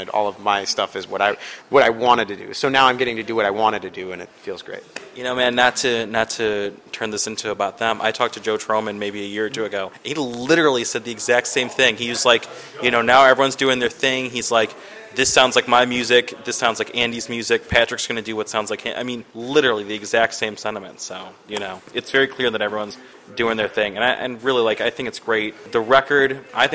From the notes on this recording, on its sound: In an interview recorded onsite at the Metro prior to the artist’s hometown show this past Friday.